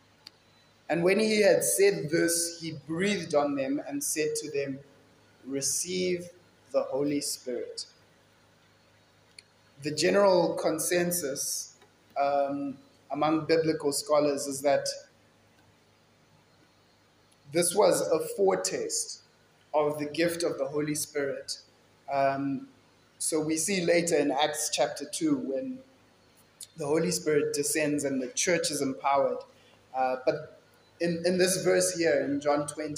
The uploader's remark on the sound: Kingsmead Chapel Sunday Sermon